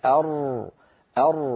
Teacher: الراء انحرافها إلى الداخل، إذن انحراف قليل · Term: انحراف الراء